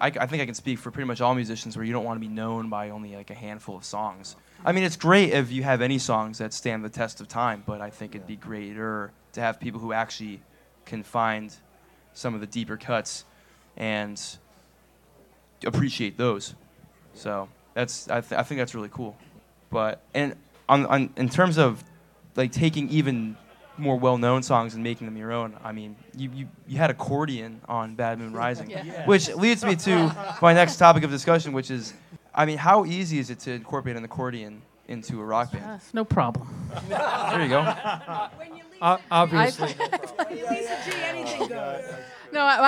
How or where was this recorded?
busy venue